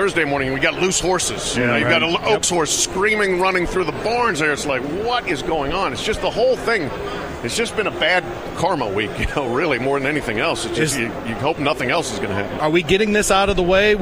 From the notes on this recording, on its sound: live from Churchill Downs